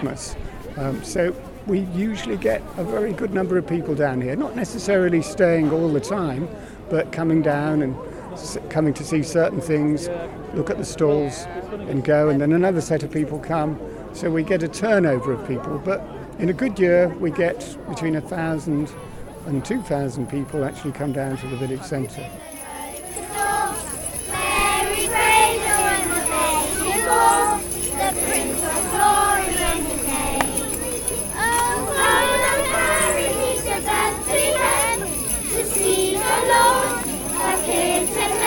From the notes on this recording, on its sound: Live from the Twyford Christmas Fayre! A soundtrack of the Twyford Christmas Fayre, held in the village centre last Friday!